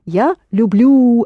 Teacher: Я люблю, accented on the ending.